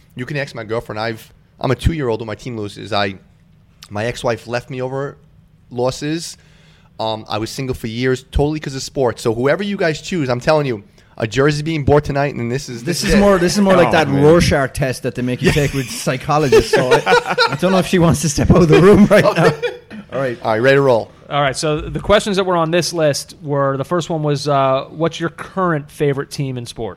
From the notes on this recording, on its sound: Join me live from Jack Demsey’s.